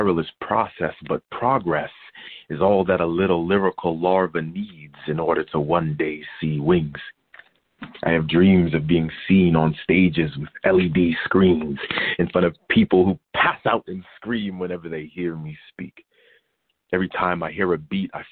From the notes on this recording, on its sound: Monthly youth conference call